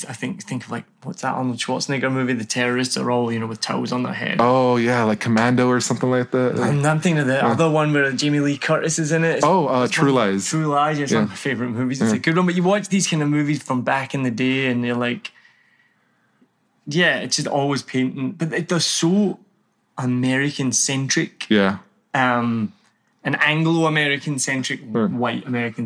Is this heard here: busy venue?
no